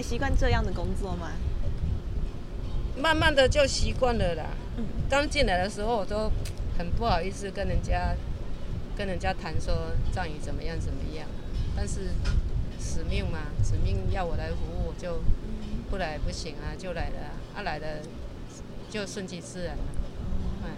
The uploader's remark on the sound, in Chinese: 我們到了殯葬管理處現場，聽著阿姨分享在行業中遇到的點點滴滴，一旁不時有救護車及棺木經過